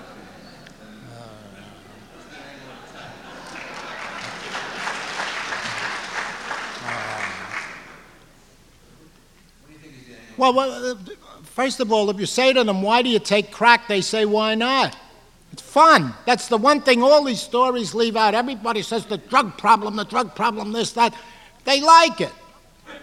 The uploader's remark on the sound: Recorded May 16, 1989 at New York's 92nd Street Y.